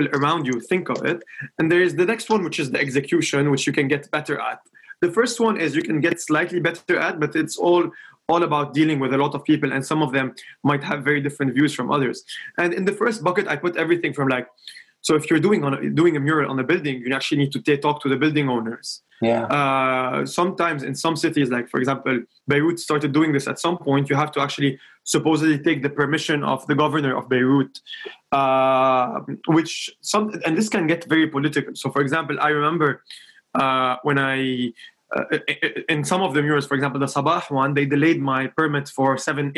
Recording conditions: video call